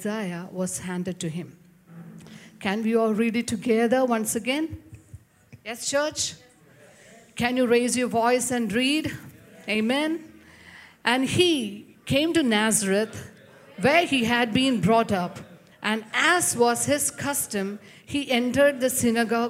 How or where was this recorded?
large echoing room